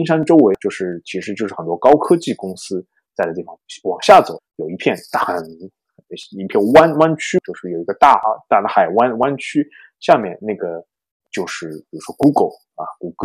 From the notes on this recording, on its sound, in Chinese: 因某种“不可抗力”下录音设备问题，导致本期节目音质略有瑕疵，望见谅。